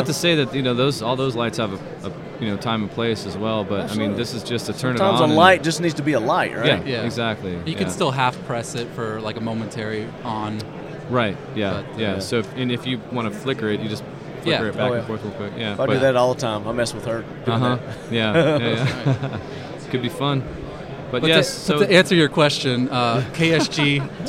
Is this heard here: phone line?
no